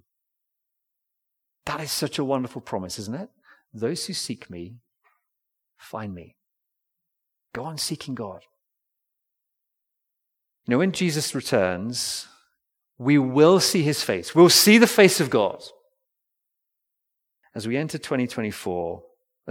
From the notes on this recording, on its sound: Recorded Live stream Sermon from Binscombe Church (BWS) 31st December 2023